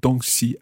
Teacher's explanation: 东, first tone. Yep. 西, neutral tone.